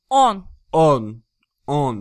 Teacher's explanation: that O, like, really in the back of your throat. Not on.